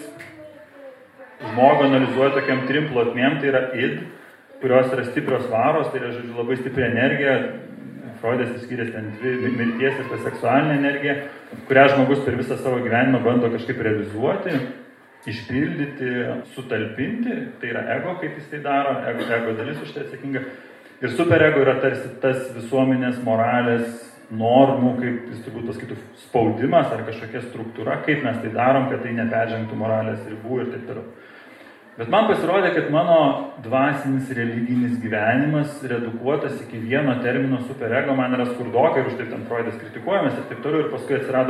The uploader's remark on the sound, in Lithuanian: Įrašas iš Šeimų festivalio